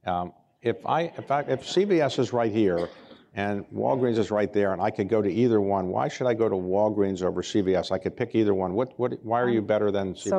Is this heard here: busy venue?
yes